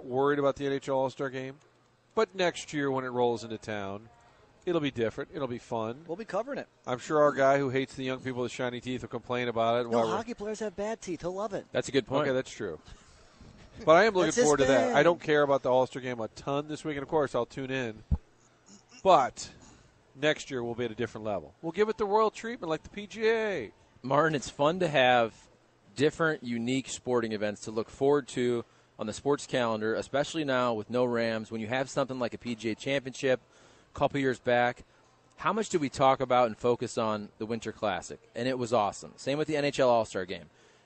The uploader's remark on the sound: broadcasting live from Schnucks in Arnold